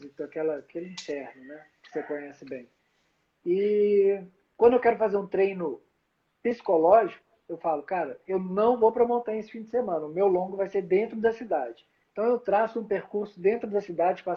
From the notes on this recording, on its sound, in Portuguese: durante uma live, que rolou em nosso Instagram